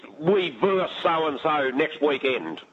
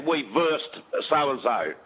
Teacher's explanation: to drop that last syllable off the word versus